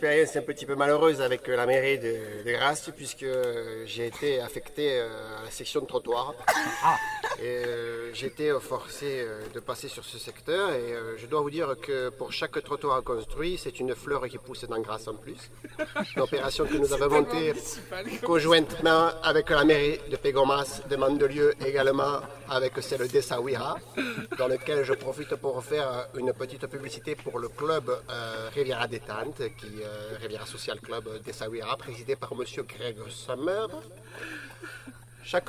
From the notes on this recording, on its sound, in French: Captation et mise en ambiance d'un barbecue entre presque tous les rivieros du sud.